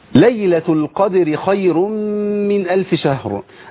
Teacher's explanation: الدال مرققة صح والراء محركة بالكسر مرققة